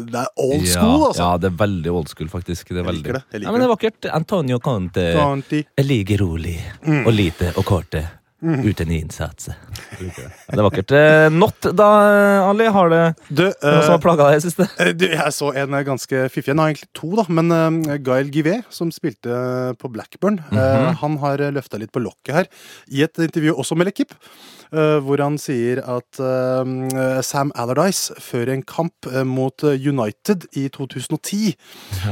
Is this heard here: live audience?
no